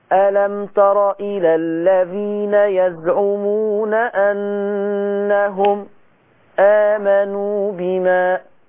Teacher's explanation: بتعمل على الحرف الساكن اللي ورا منه همزة بتسكت على الحرف الساكن ده. ألم تر إلى الذين يزعمون أنهم آمنوا بما. · Term: السكت الخاص